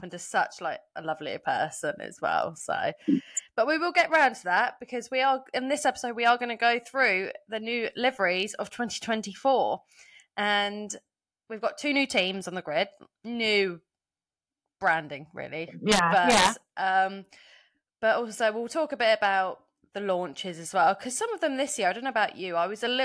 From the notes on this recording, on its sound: I am also sorry about the first 10 minutes of audio, we had a few technical problems.